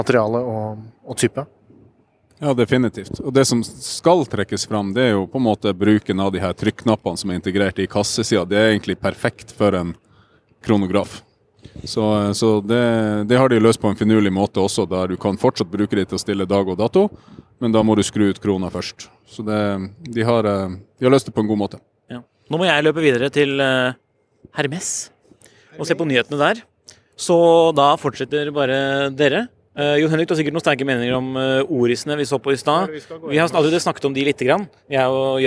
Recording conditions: busy venue